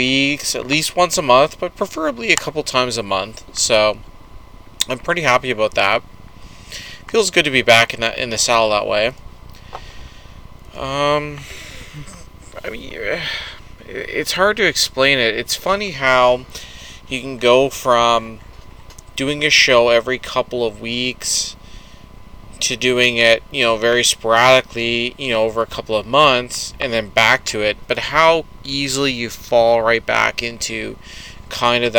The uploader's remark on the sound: Sorry about the clicking